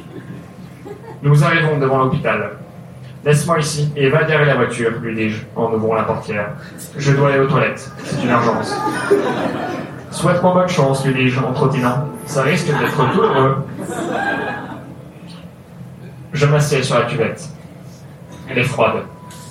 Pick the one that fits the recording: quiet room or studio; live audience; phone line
live audience